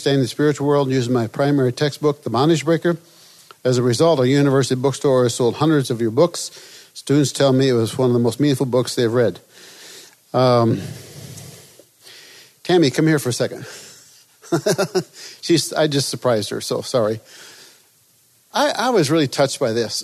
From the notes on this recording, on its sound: This episode is from Freedom in Christ Ministries, recorded at the National Disciple Making Forum.